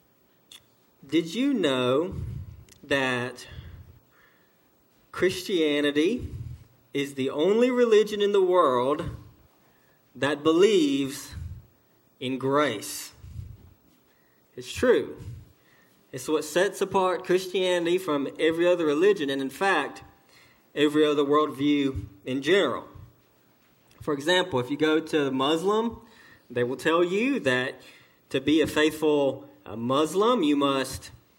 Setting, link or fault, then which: setting, large echoing room